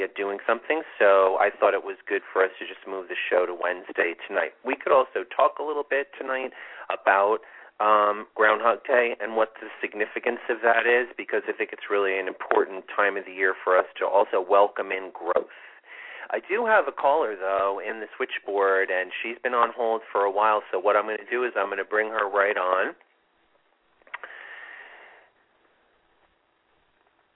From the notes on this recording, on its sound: This is a LIVE show - with Call-in readings!